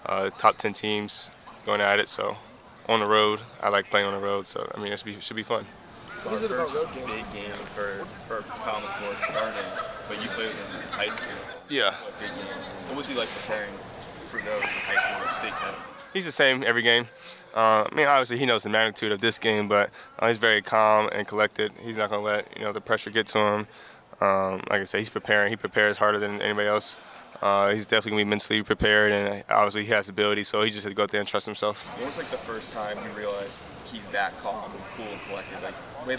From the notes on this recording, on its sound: Uncut audio primarily from Ohio State press conferences, but also from individual interview sessions. We are bringing you unedited audio from player availability sessions.